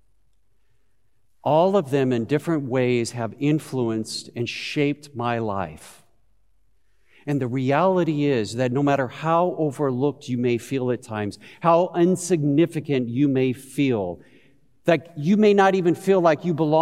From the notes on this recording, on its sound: Christmas Eve Service of Worship. Broadcast live at Beatitudes Church in Phoenix, AZ on 12/24/20.